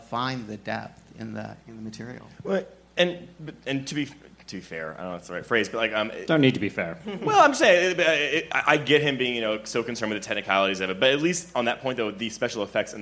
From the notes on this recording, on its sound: There's a catch: it's LIVE! As part of Fantastic Fest's queer horror sidebar.